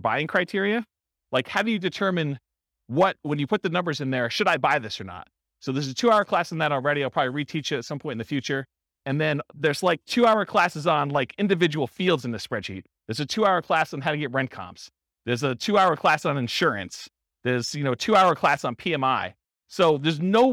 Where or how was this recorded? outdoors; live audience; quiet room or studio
live audience